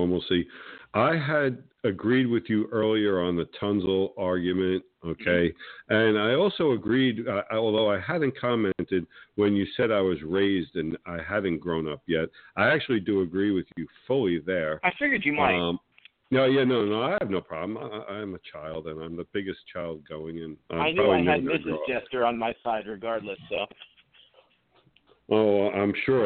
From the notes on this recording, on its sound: With guest call in expected